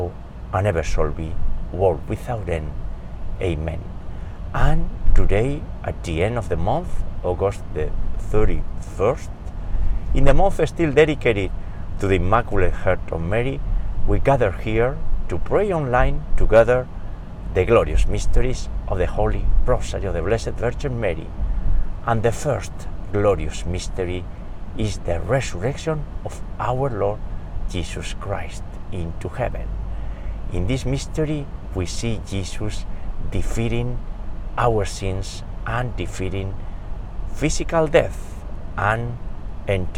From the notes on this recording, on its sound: We pray today's Rosary while driving around New York State.